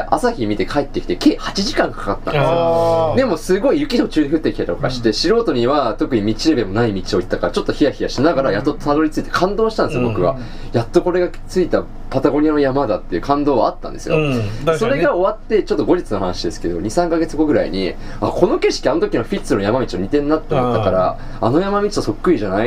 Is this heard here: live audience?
no